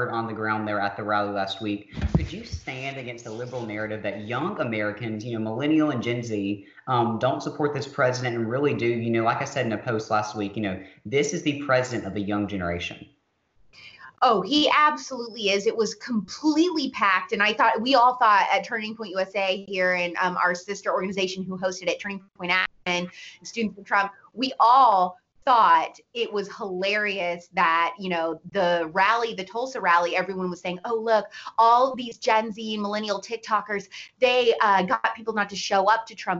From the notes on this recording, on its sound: for an interview over SKYPE!